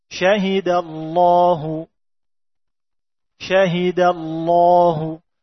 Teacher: Masuk ke huruf lam, lidahnya langsung berubah menjadi tebal. Jangan ada tarqiq dulu. · Term: tafkhim